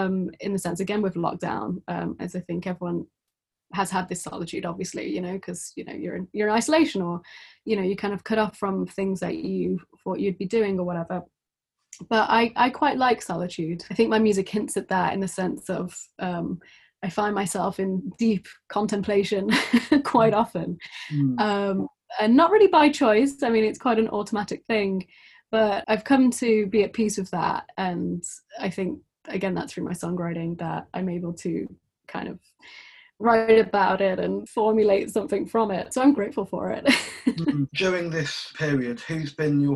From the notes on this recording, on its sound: We recorded the conversation over Zoom